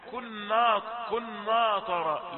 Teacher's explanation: الخطأ المحتمل أن يقول كنا طرى ليه من أجل الطاء يأتي بجزء من التفخيم في الألف